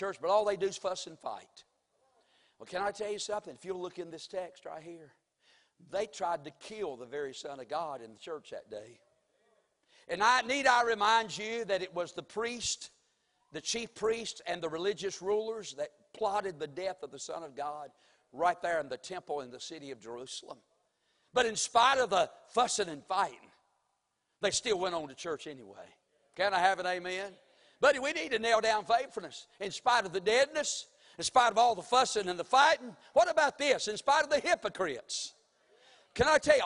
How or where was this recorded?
large echoing room